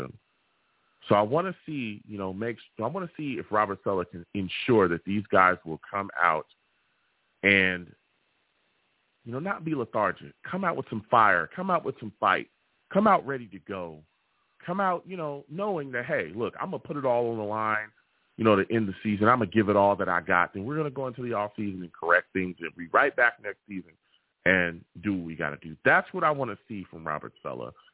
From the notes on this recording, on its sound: I take live callers!